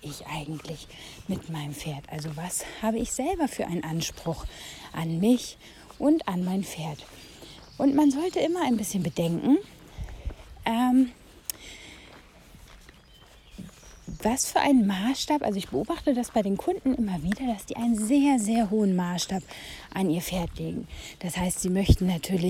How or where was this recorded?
outdoors